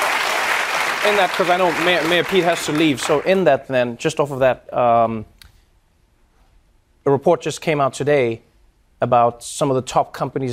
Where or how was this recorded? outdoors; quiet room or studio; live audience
live audience